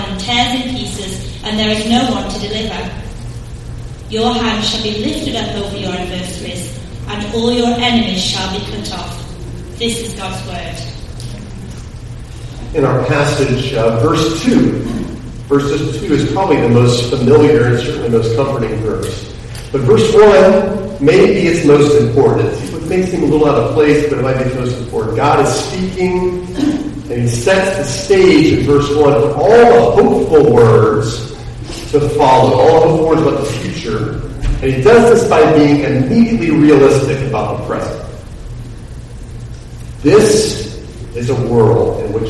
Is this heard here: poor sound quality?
yes